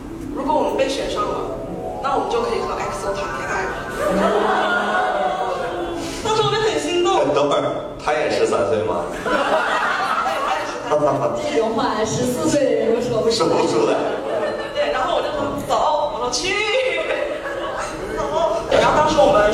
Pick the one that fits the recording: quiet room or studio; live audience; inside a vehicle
live audience